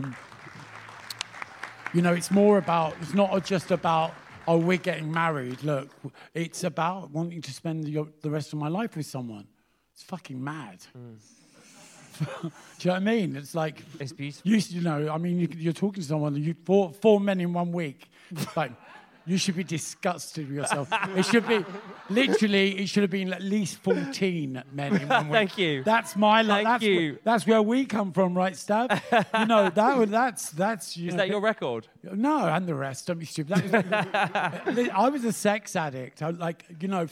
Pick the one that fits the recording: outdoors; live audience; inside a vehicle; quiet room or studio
live audience